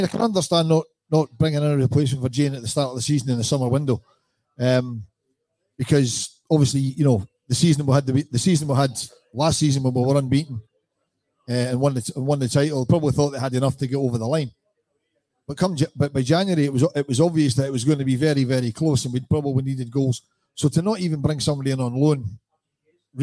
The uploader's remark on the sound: Rabble Live From Lounge72. The Rabble's first ever on the road Live Podcast.